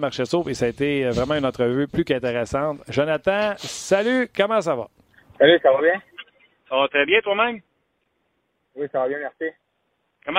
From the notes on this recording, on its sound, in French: Au bout du fil. En studio.